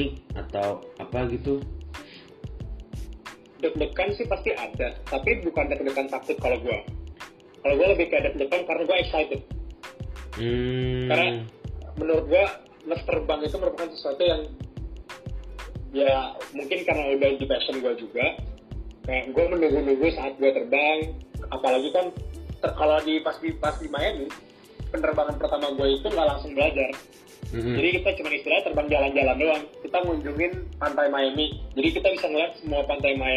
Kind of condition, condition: fault, poor sound quality